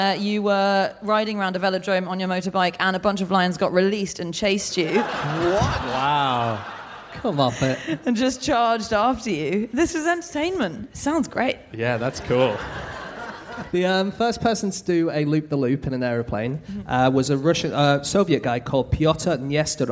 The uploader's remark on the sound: Live from Melbourne